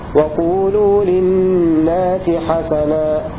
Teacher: بفتح الحاء وفتح السين